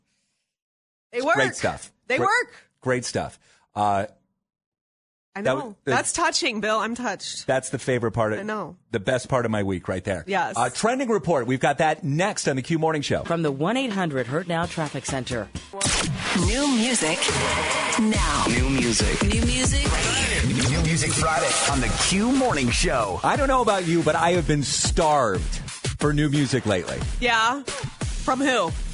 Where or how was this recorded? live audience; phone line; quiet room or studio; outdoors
phone line